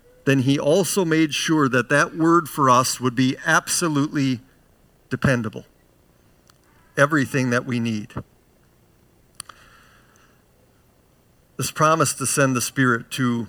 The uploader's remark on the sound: Bethany, Appleton, WI. Preached this sermon at Bethany's Saturday worship on June 4, 2022.